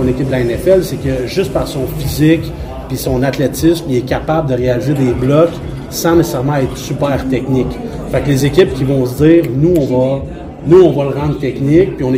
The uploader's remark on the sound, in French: En direct de Victoriaville. Notre trio revient avec le contenu enregistré lors des deux soirées de repêchage à Victoriaville. Quelques minutes avant le lancement de la 2e ronde.